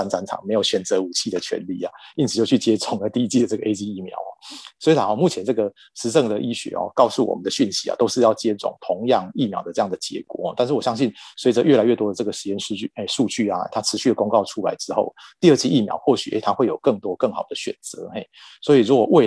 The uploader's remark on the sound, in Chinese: 本集節目採用 Zoom 遠端錄音，非專業設備，錄音品質欠佳敬請見諒！